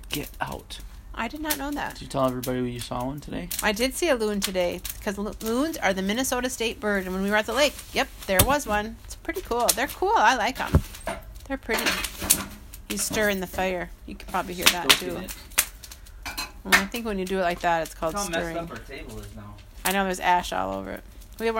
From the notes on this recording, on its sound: Live From Our Backyard. Sorry if the sound quality isn't that great.